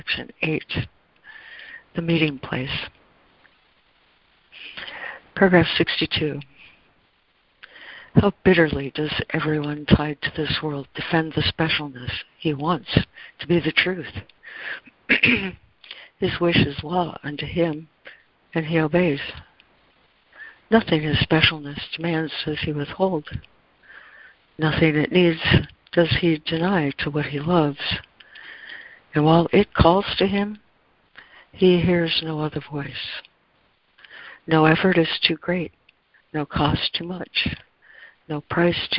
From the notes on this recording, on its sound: ACIM Daily Conference Call